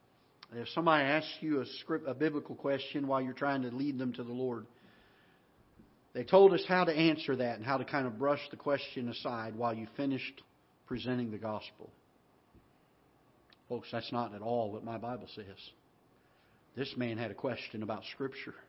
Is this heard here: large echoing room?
yes